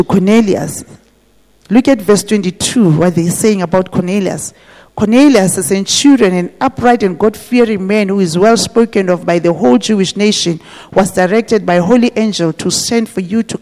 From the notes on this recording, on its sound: This message was preached at GTCFC City Campus.